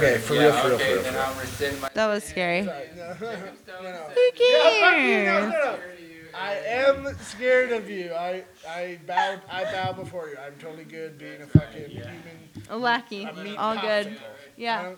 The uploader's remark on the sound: REALLY BAD AUDIO ALERT. We did have some audio issues this week but have resolved them and expect it to be loud and clear for y'all going forward.